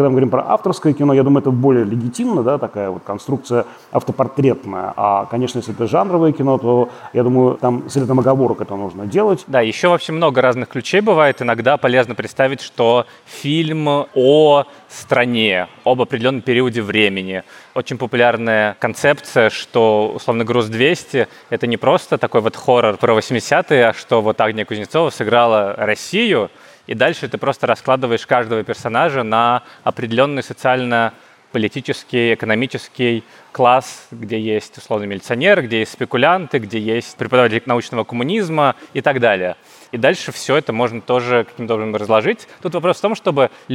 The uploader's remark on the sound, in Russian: Открытая запись. На открытой записи подкаста «Крупным планом» 7 августа на Плюс Даче в Парке Горького.